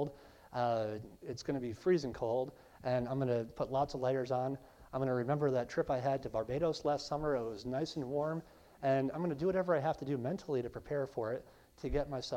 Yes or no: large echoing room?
yes